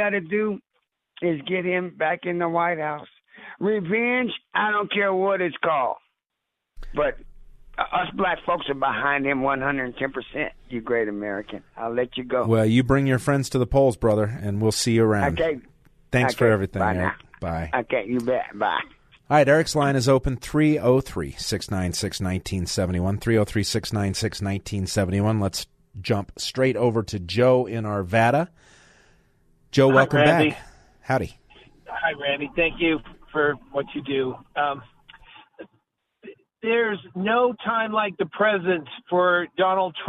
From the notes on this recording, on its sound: The phones stay lit for the final hour with callers, old and new